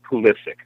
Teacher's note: Three syllables, accent on the second syllable, and a hard C at the end.